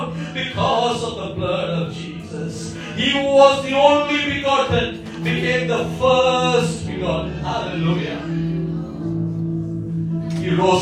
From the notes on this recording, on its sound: Listen to this message delivered in church and many committed their lives to Jesus and got ready for Baptism.